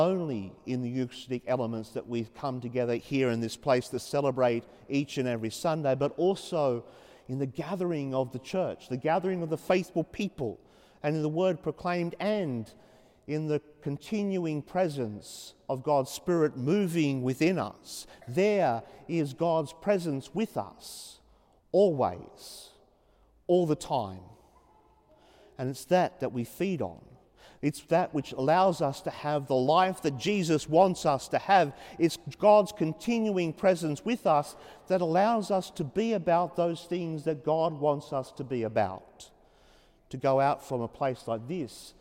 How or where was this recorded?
large echoing room